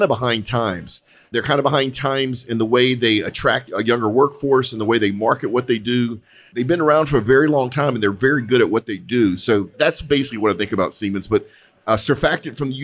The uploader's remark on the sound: Live from the 12 th Annual Christmas Party Customer Appreciation Gumbo Gathering at R4 Specialites. Live from the 12 th Annual Christmas Party Customer Appreciation Gumbo Gathering at R4 Specialites.